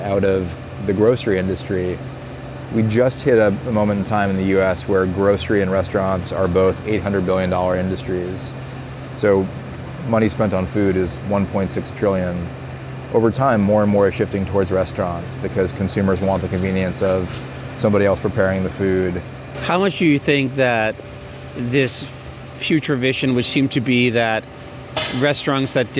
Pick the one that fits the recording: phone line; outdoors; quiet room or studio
outdoors